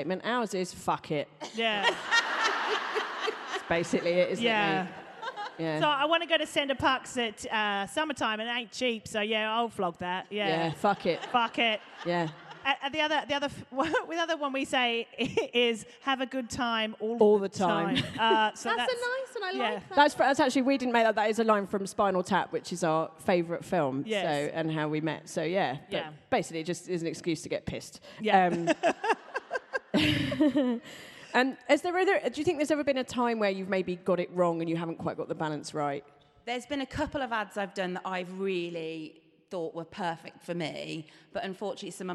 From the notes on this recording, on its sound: This episode was recorded LIVE at the Birmingham Podcast Festival in front of an actual audience.